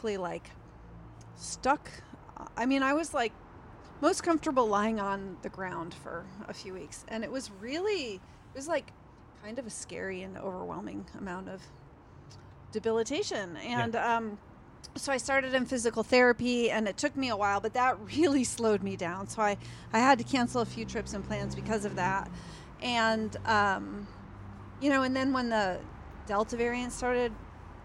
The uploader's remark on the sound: gather outside in person on a drizzly night